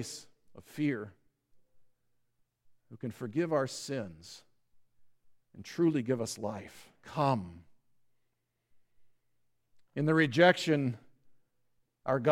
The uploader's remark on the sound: Listen to the service on the Parable of Great Banquet at Grace Evangelical Lutheran Church, Lexington, MO.